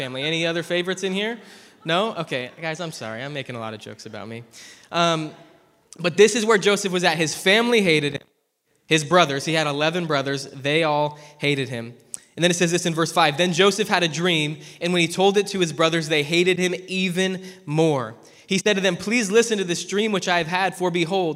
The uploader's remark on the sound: Preached at ZEAL Church in Hermiston, Oregon.